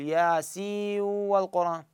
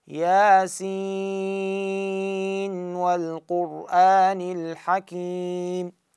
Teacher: فهنا نون مع واو حسب القاعدة أكون أدغم أقول ياسي والقرآن، لكن هنا حفص لا يدغم ويجب أنه تظهر هذه النون · Shown in: second take · فتقول ياسين والقرآن الحكيم.